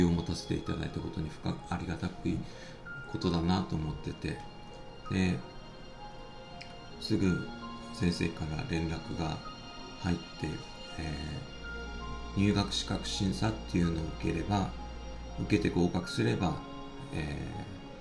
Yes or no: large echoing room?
no